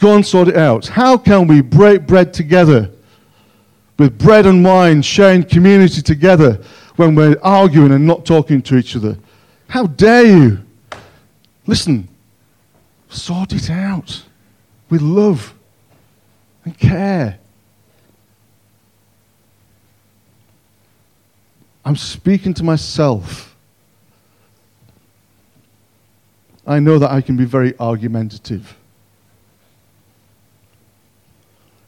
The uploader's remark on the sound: On 15th January 2023 at King's Church, Cockermouth, as an audio file.